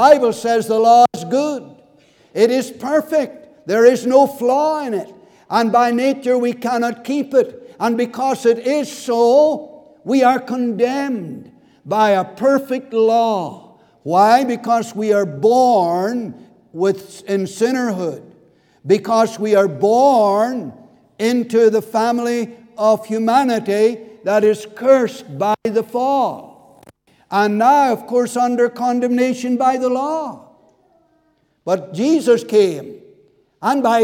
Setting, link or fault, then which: setting, large echoing room